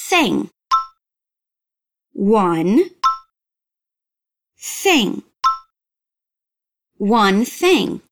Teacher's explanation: É só fazer um som de S com a língua entre os dentes. · Term: som de TH